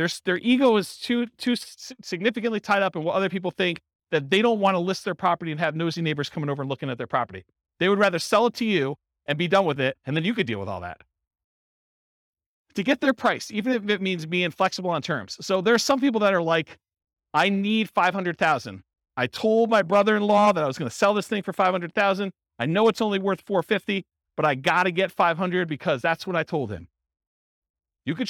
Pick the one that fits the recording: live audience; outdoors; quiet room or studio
live audience